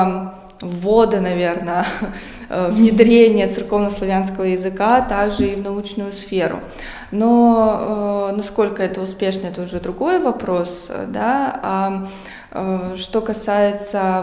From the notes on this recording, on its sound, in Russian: Открытая запись подкаста в Музее истории города Колы. Этот выпуск был записан в рамках открытой записи подкаста "Три дома и церковь" 27 ноября 2021 года. Отвечаем на вопросы зрителей открытой записи.